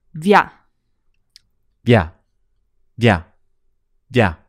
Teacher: The V kind of slides into the A sound, so it doesn't make two syllables like via, it's just via.